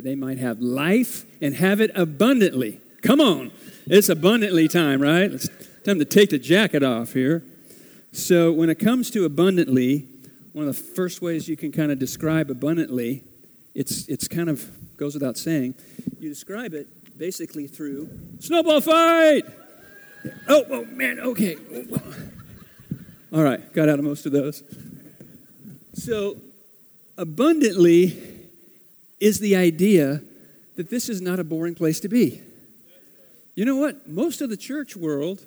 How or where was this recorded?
large echoing room